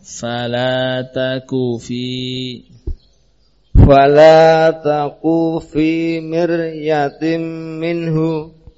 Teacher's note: Fala taqu fi miryatin minhu. Nah, masih ada kesan panjang karena terlambat berpindah ke huruf fa